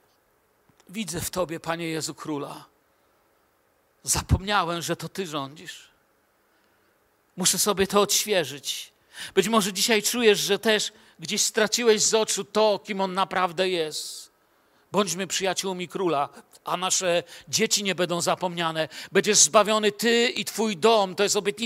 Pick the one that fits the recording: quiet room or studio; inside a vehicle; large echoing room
large echoing room